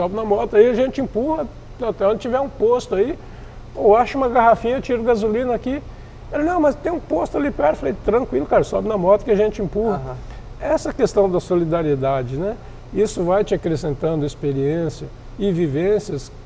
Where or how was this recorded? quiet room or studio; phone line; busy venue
busy venue